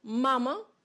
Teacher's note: c'est le premier « a ». Donc ce « a » est bien ouvert, alors que le deuxième, il est beaucoup plus fermé, on dit « réduit » · Term: réduction vocalique